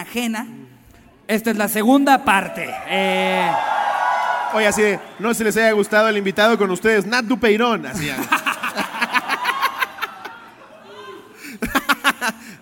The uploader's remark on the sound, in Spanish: En vivo desde Texcoco. Cotorreamos mucho con el querido público de texcoco.